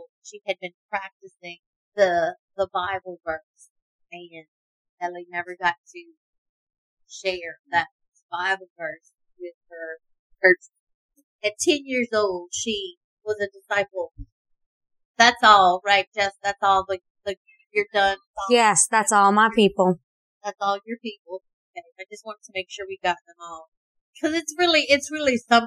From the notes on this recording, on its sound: Excuse the audio, first timers here